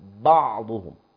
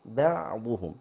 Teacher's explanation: الباء والعين مرققتين، حرفان مرققان، وبعدها الضاد مفخم · Shown in: second take